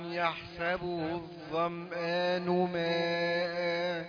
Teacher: ماء أربع حركات على الأقل. ده مد متصل.